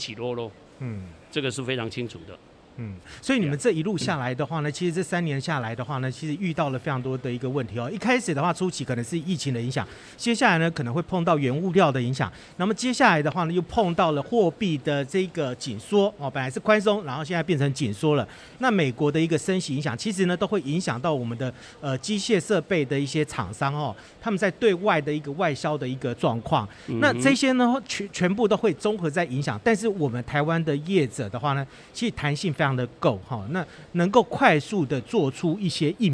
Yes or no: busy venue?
yes